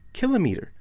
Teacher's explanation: some native English speakers put the stress on the pre-antepenultimate syllable